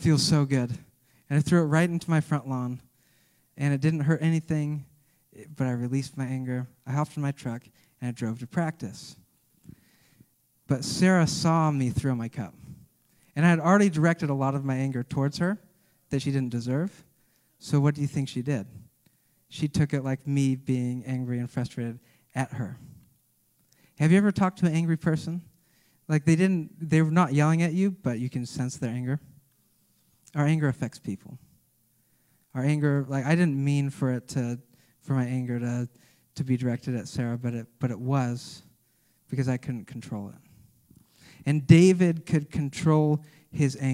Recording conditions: live audience